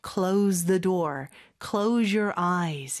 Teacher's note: 그래서 보통은 뭐 예를 들어서 close the door, close your eyes 이렇게 뭐 눈을 감아요, 문을 닫으세요. 이렇게 동사로 쓰일 때는 Z 발음을 씁니다.